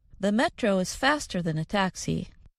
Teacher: you hear a reduced vowel, the schwa, instead of the sound a